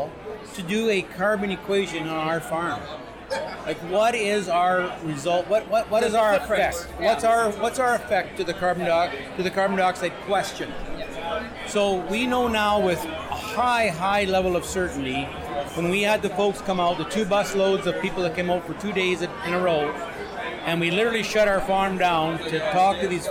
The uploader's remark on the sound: Bonus Live Interview Audio from TasteTECH